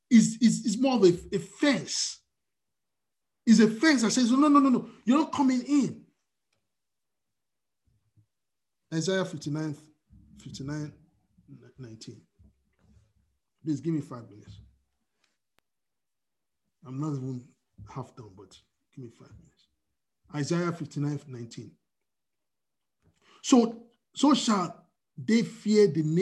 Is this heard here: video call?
yes